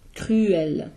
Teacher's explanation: you actually say the KRY, lowercase Y sound, and then L separately